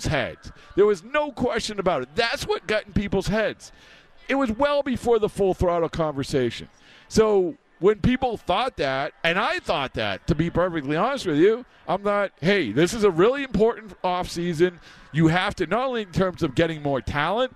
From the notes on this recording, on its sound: live from Red Sox Winter Weekend